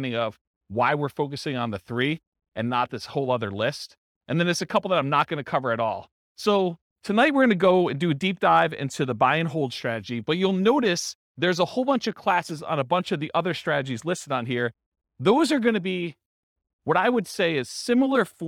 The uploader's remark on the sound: This was a live class recorded